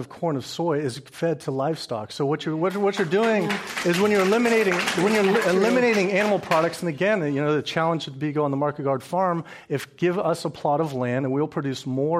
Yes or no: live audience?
yes